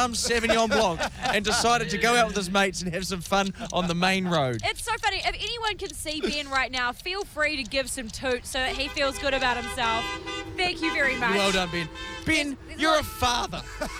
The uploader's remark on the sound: we're live from a billboard